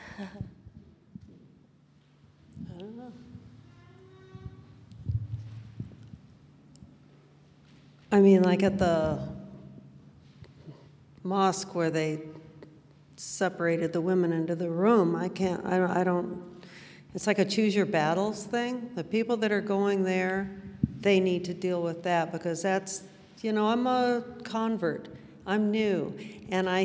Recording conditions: live audience